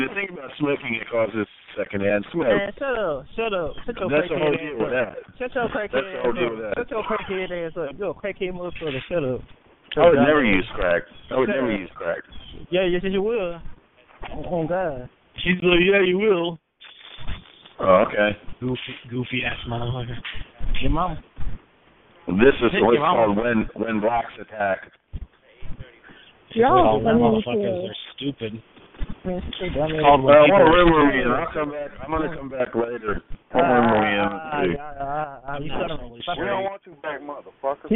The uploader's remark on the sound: Conference Call